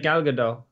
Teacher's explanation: The T is pronounced as a lighter T, a softer T. It's probably because it's she's not like, yeah, it's not like a hard Israeli, T.